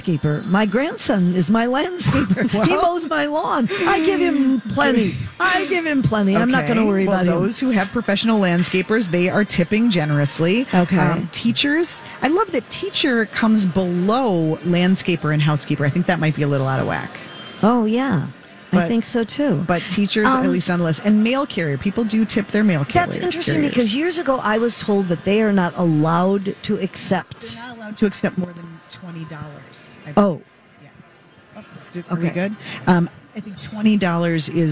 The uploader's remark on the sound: Live at the Minneapolis Convention Center